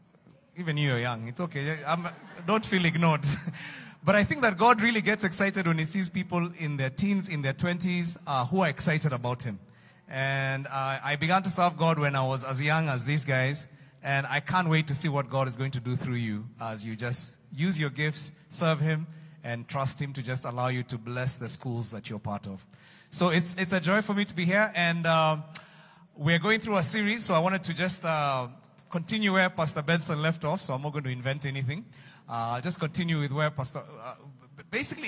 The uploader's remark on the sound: Preached Live at Mavuno South